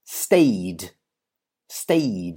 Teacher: It finishes in a Y sound, stay. So you do not add an extra syllable. You don't say stayed, stayed.